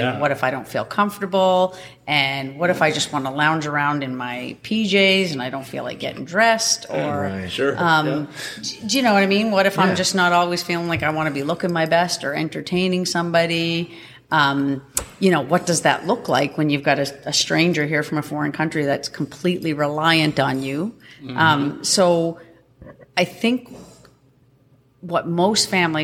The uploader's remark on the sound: Station Six in Spryfield Nova Scotia for the great beer and location to record this episode. Station Six in Spryfield Nova Scotia for the great beer and location to record this episode.